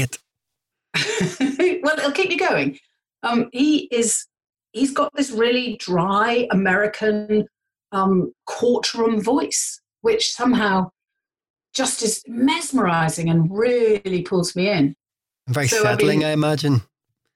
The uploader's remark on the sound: Recorded via Zoom. Studio facilities provided by irishvoiceovers.co.uk.